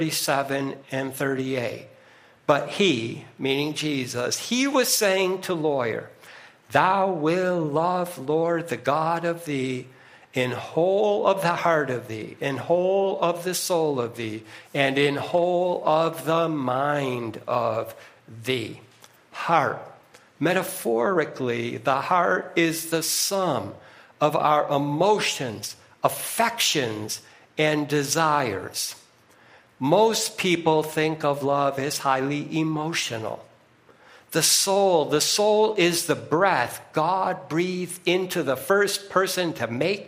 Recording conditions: large echoing room